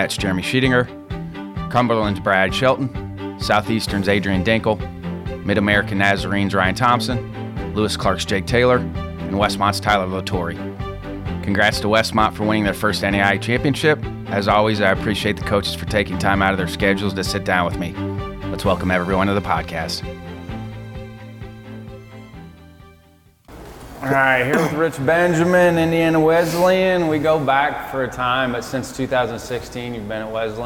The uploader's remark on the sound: This week’s ABCA Podcast is an on-location episode from Lewiston, ID for the NAIA World Series.